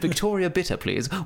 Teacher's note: not only did I pronounce the T in Victoria Bitter, I feel like I kind of pronounced both T's